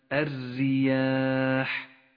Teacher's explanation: الراء المرققة في كلمة الرياح رققت لأنها مكسورة